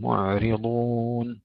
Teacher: أيضا ننتبه إلى كلمة فريق وهم معرضون، سكون العين ولا نقول معرضون، لا نقلق العين، فيها سكون فيها رخاوة ونرقق الراء ونفخم الضاد